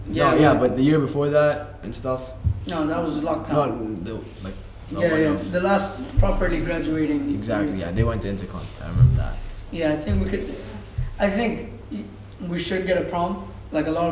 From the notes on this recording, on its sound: SORRY FOR THE MIC ISSUES.